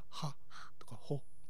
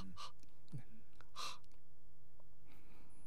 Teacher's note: 喉の奥で少し空気が喉の奥に引っかかってかすれてる · Term: H の音